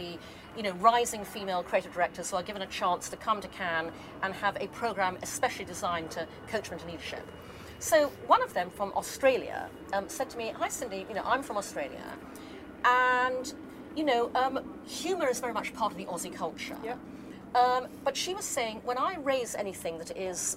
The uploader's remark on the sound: Live at Cannes Lions